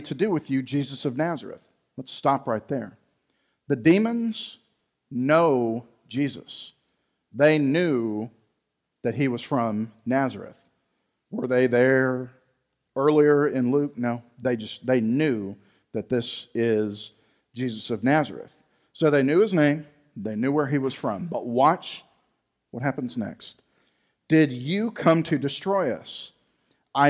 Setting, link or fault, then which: setting, large echoing room